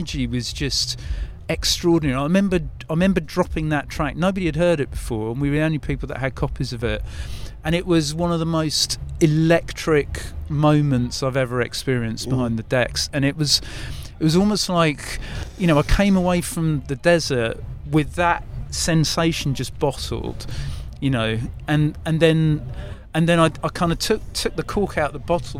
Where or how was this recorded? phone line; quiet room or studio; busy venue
busy venue